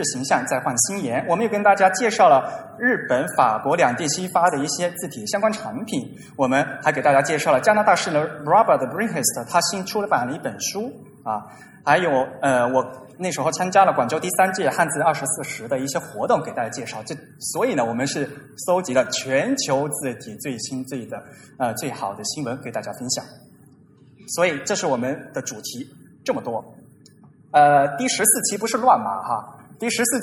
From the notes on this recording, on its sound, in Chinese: TypePro 2016: Shanghai 于 9 月 3 日在同济大学举办。现场录音。TypePro 2016 由 Monotype 主办。